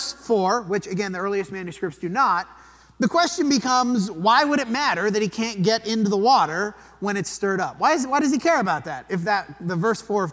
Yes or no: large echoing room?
yes